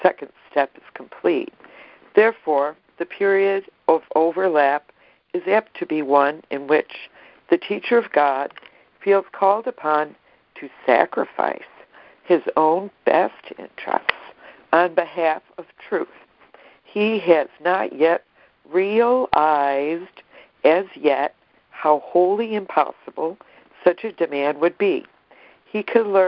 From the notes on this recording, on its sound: ACIM Daily Conference Call